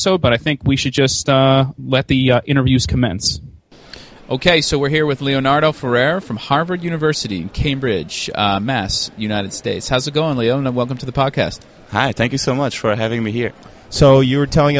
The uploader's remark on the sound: Live Interviews from the ISSCR Conference in Sweden 2015. Our broadcast live from the ISSCR 2015 International Conference from Stockholm, Sweden. On the show, we randomly pull attendees aside.